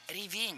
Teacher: Ударение в этом слове падает на второй слог.